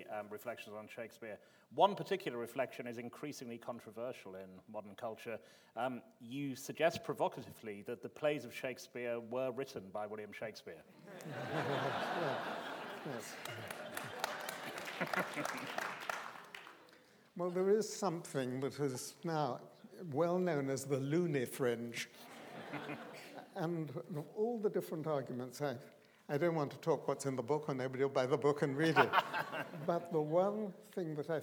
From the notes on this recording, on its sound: This is a recording of a live Platform event from April 2013.